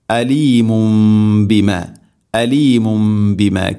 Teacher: തൻവീനോ നൂനുസാക്കിനക്കോ ശേഷം ബ വന്നാൽ ഇഖ്ലാബ്, ആ തൻവീനിനെ മീമാക്കി മാറ്റണം.